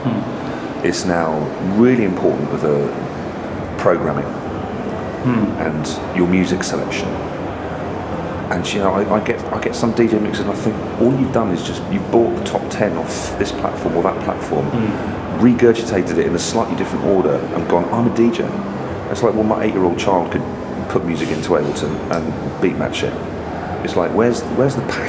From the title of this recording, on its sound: Live at the Brighton Music Conference